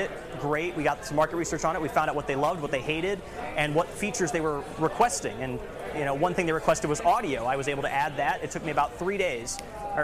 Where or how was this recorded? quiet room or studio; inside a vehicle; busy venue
busy venue